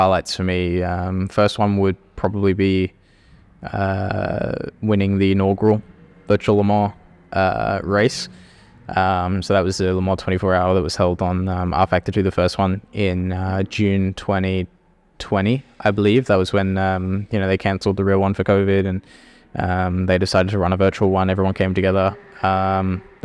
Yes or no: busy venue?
yes